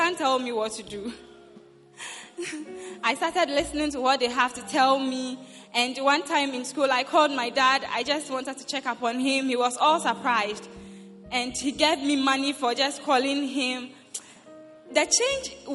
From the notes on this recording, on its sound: Preached at the Prophetic Ecounter Service.